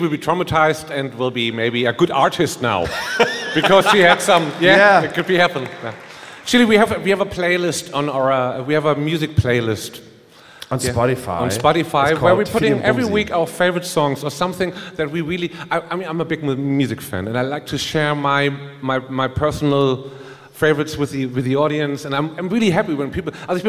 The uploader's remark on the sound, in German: Live aus Bochum.